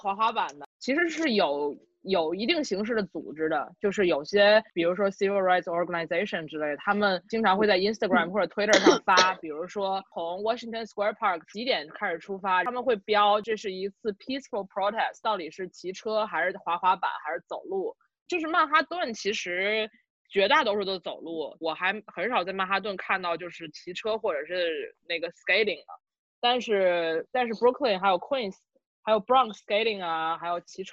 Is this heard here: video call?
yes